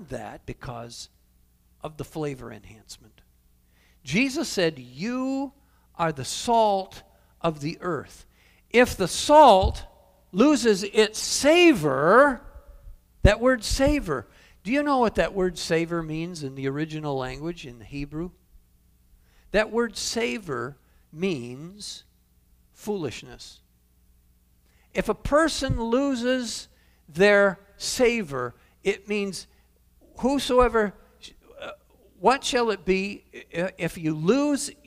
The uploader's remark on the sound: Calvary Assembly of God live Stream